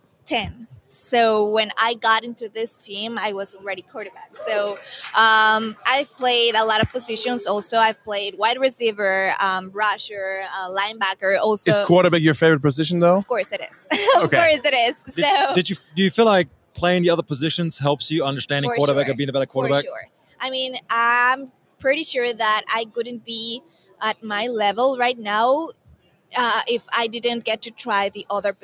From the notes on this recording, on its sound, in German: hat live von Radio Row in Phoenix aufgenommen